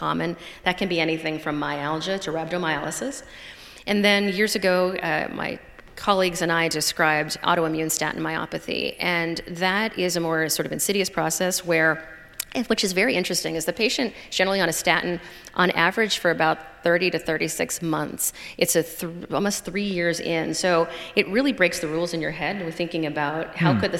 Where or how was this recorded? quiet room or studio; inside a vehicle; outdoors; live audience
live audience